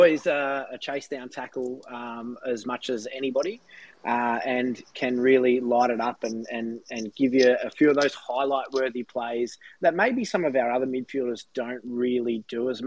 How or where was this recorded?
video call